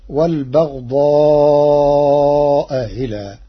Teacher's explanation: قرأ ورش كلمتي والبغضاء إلى بتسهيل الهمزة الثانية بينها وبين الياء تخفيفا، فتصير والبغضاء إلى.